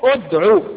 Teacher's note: في آخر سورة النحل، لا تقول أدعو إلى سبيل ربك، لا، وإنما تقول أدعو بضم الهمز · Term: همزة الوصل